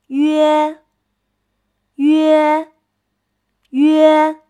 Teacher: 在发“约”的时候，先由“ü”开始，然后向“e”滑动，口型由合到半开 · Term: 复韵母“约”